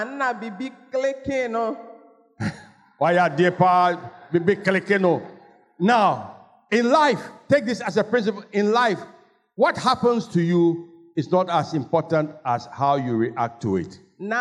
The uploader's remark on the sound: Sermon preached at CBC Shiashie Campus.